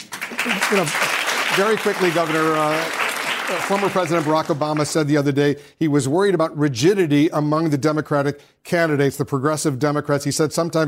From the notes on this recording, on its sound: During a live town hall. In Washington, D.C.